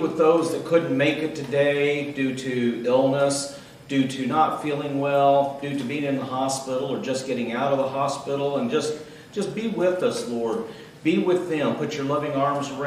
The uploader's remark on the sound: Recorded Live June 17th, 2018.